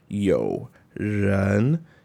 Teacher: yo is low and bass tone, right? So then the ren needs to start from a low bass voice because they're linked. Yo, ren. · Term: rising second tone